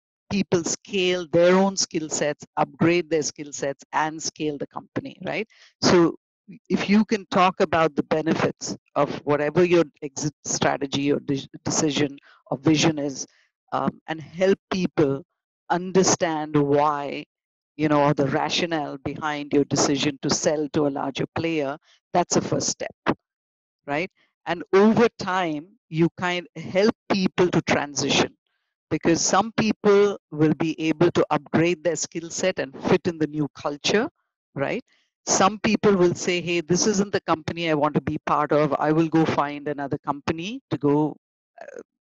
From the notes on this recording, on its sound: Delivered great insight in the webinar. They fielded interesting, pre-submitted questions from viewers. The webinar was a great opportunity for PSPs in the APJ region to learn useful HR tips from experienced pros.